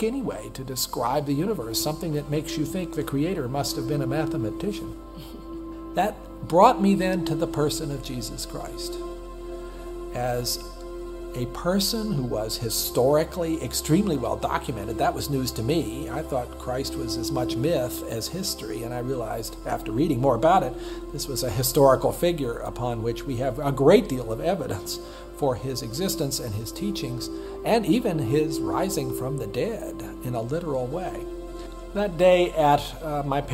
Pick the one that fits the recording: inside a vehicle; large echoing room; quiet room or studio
large echoing room